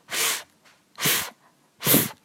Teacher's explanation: 发 f 的时候和你发 v 是一样，上齿要下唇，但是这里你不会觉得下唇有震动感，因为它是清辅音，所以就是 f，f，f。然后啊，字母弱化，我说过了，ride，rideon，ride，I，双元音。要发的饱满，要有滑动感。on，on，on， rideon，on，on，要把这个